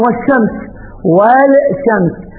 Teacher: اللام قلبت سين وأدغمت السين، هذا الحروف الشمسية مو في الكتابة في اللفظ فقط